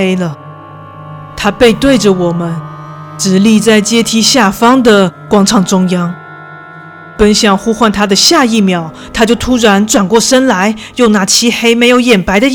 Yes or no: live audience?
no